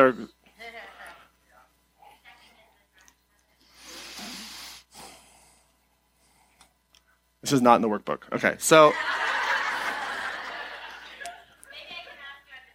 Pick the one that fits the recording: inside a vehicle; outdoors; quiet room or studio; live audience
live audience